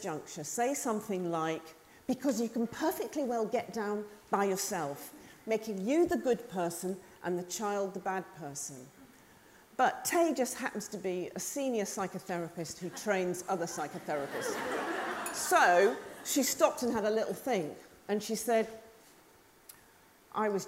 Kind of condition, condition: setting, live audience